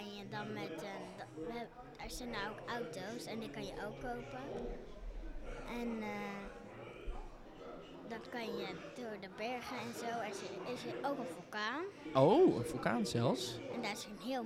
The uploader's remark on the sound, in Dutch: Samen met bekende én onbekende podcastmakers, probeert hét mediafestival van Nederland om het wereldrecord podcast maken te verbreken. Spreekt tijdens de Museumnacht 2022 met bezoekers en medewerkers van Beeld & Geluid Den Haag.